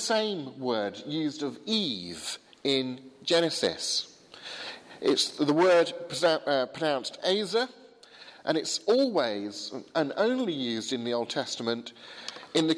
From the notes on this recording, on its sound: Sermon from the 8 am service at Highfield Church, Southampton.